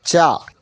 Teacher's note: दूसरा वर्ग च वर्ग, जिसे हम तालु से उच्चारण करते हैं